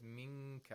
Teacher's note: We could either apply it in the original way, which is approximating the place of articulation of the letter after the nun sakina, which is kaf, or we could actually place the tongue in the place of articulation of kaf · Term: ikhfa